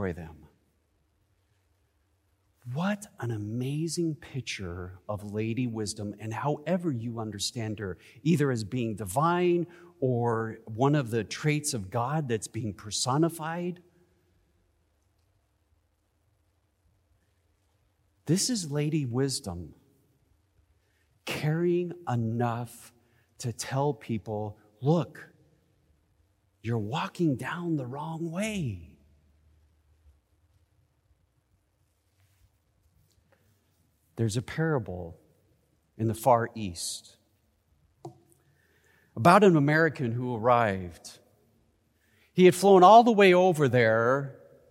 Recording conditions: large echoing room